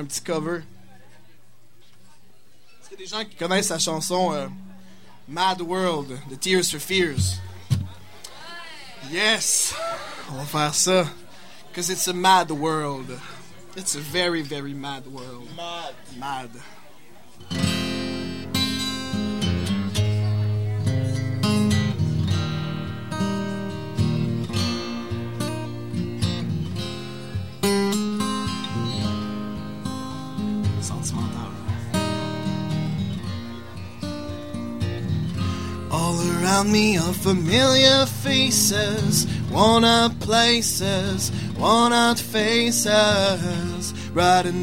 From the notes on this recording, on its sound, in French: Premier participant du concours Montre tes talents au Sacrilège. En direct du bar le Sacrilège.